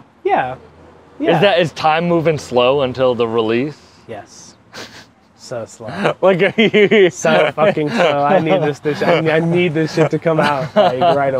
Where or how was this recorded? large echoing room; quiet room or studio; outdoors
outdoors